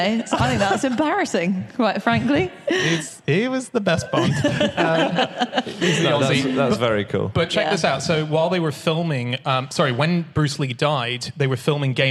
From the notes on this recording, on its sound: Live from Birmingham.